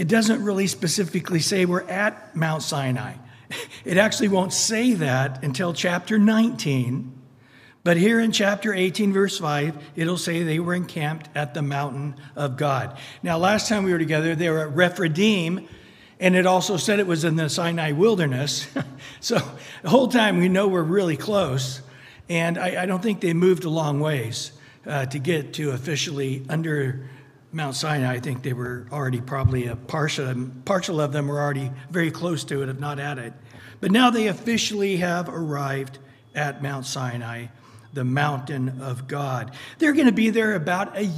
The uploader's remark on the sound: Recorded at Calvary Chapel of Los Alamitos on Aug 30 2023 on Wednesday evening sermon. Recorded at Calvary Chapel of Los Alamitos on Aug 30 2023 on Wednesday evening sermon.